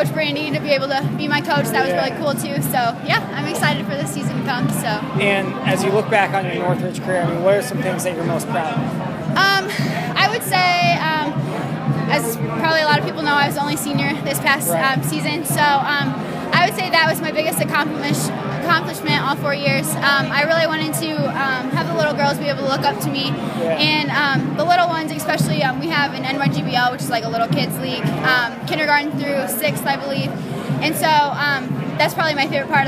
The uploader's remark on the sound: Live interviews with players participating in the 2015 McDonald's Michiana All-Star Game at Bethel College.